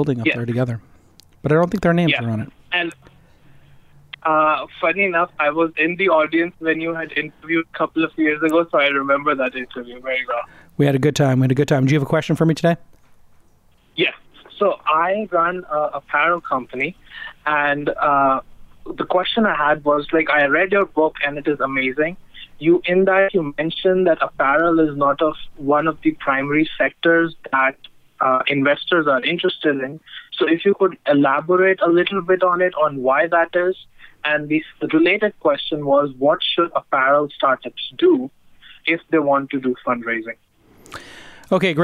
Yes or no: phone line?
yes